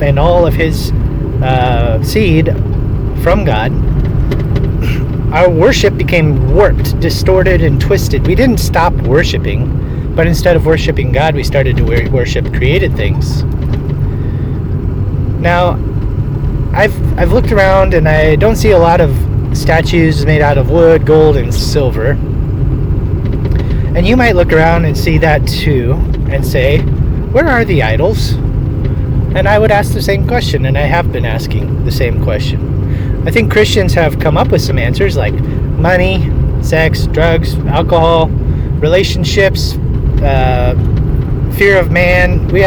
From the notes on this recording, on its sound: As I was driving to feed my pigs, I thought I would share what I've been thinking about regarding the god of this age.